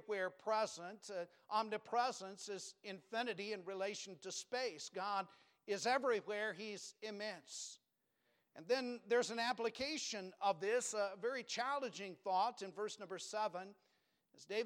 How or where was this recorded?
large echoing room